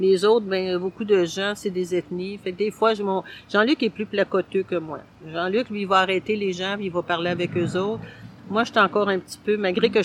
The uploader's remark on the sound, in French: En direct du Parc Luigi-Pirandello.